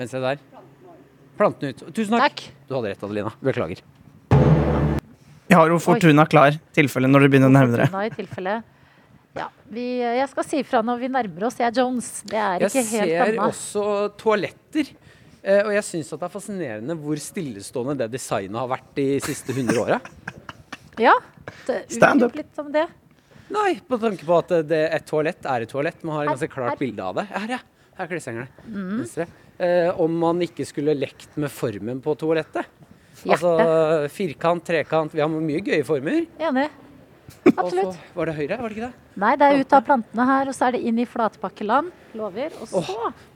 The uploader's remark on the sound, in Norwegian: live fra IKEA